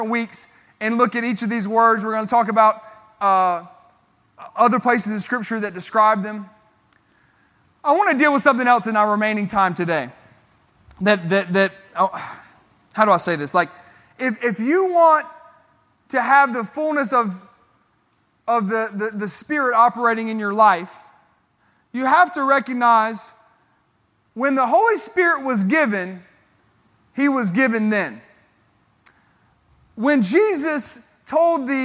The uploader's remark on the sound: This sermon was recorded at Family Worship Center in Columbia, SC on Sunday, April 16, 2022.